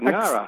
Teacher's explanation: I just pretend it's the ng at the end of singing and it's at the beginning of the word, Ngara. Exactly. Pretend you're halfway through.